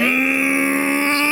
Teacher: you can't draw out the first syllable. It's just a hiss.